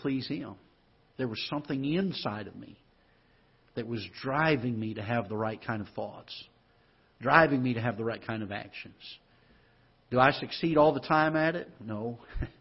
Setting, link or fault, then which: setting, large echoing room